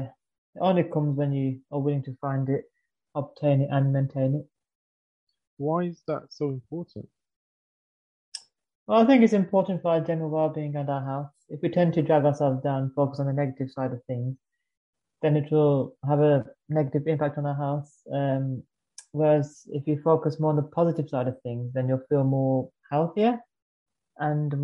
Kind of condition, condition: link, video call